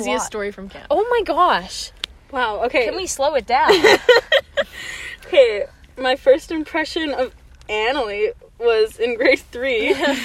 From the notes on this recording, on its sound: After a celebratory dinner we sit in the car.